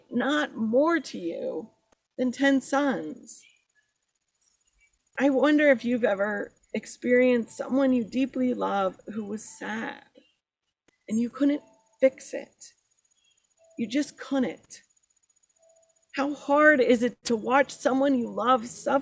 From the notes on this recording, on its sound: Sermon recorded at Garfield Community Farm